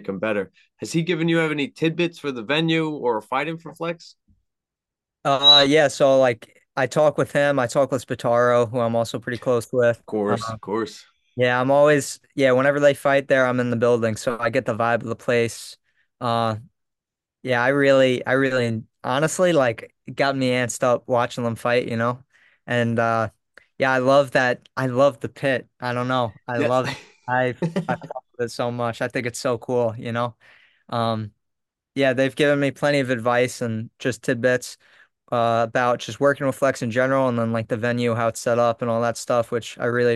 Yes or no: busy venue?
no